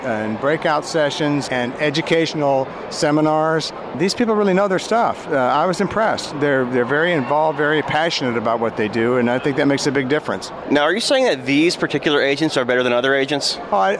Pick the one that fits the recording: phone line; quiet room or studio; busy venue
busy venue